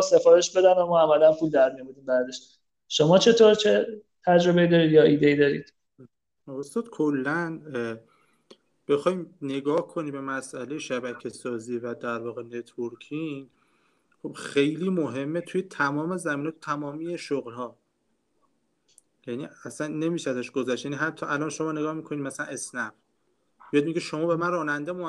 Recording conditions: video call